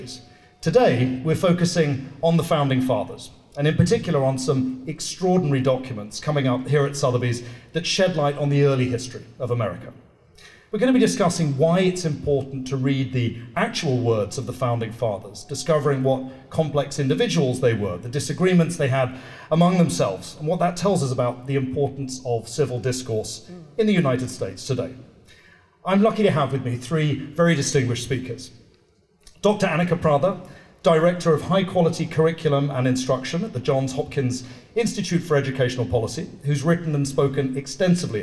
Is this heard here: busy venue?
yes